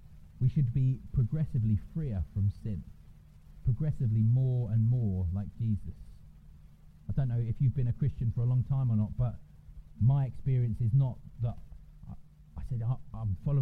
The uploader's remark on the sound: apologies for poor sound quality